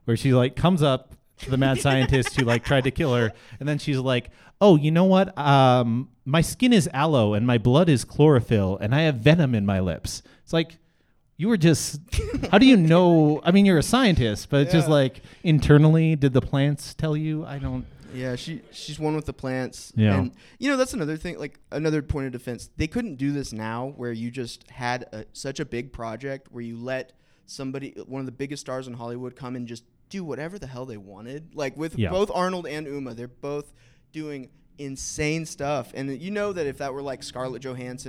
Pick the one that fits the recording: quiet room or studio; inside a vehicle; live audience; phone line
live audience